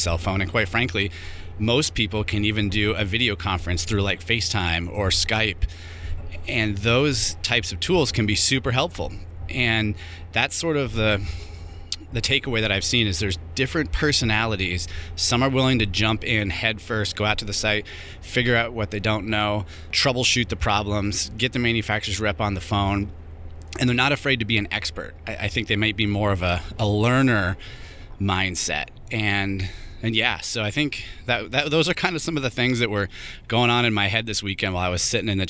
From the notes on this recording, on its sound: Here I am in the truck driving to work. There had a little trouble getting this mic connected up this morning.